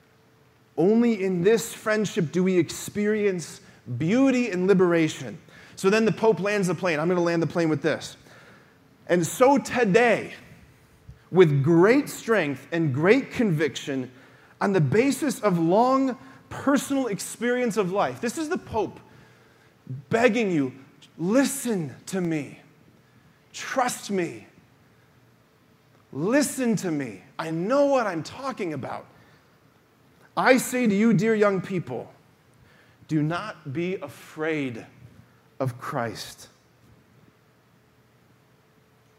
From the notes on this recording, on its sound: preached this homily on October 29, 2023 at the Confirmation Retreat Mass at Damascus